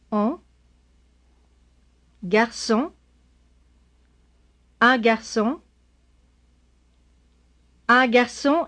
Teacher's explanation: Be sure not to pronounce the N of garçon, but produce a nasal sound.